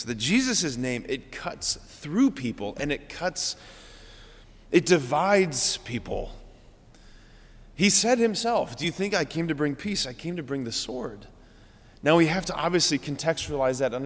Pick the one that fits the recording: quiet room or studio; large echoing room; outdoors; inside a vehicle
large echoing room